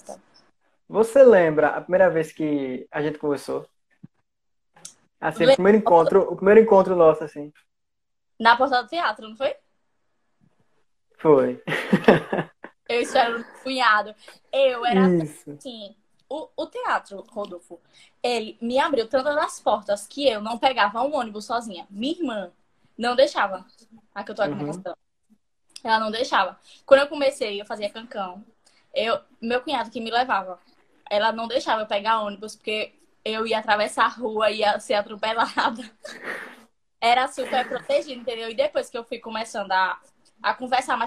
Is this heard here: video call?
yes